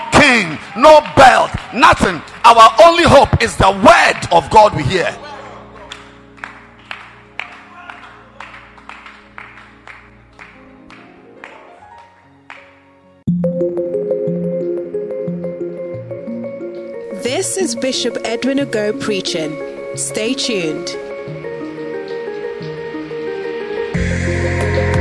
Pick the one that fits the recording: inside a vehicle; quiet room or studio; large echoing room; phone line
large echoing room